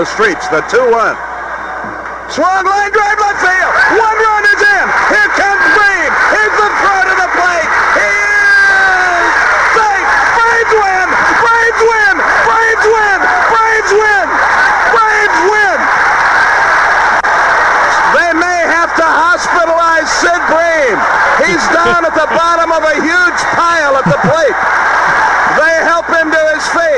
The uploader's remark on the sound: LIVE from Augusta!